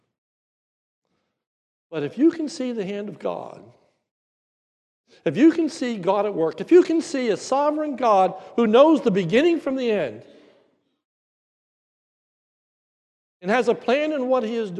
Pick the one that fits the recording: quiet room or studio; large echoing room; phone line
large echoing room